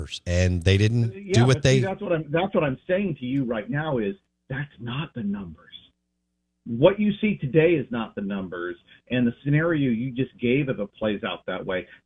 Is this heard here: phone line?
yes